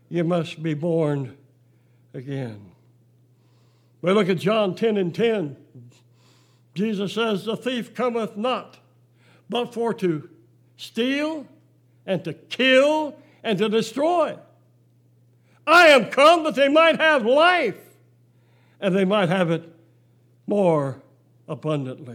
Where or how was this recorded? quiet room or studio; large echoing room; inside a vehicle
large echoing room